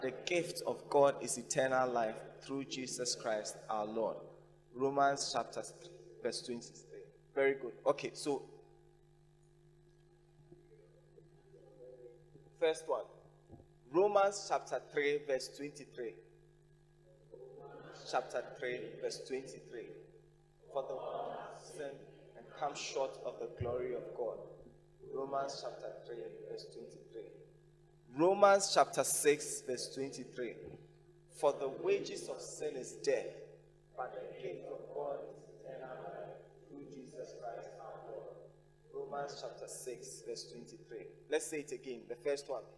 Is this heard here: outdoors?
no